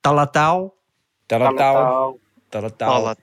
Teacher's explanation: We've got some really hard T sounds that sound kind of like D's.